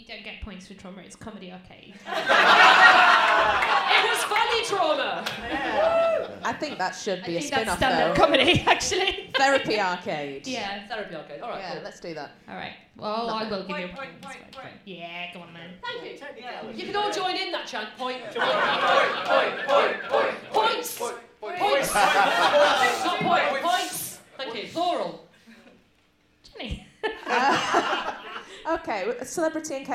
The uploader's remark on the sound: Recorded LIVE at King's Place in London.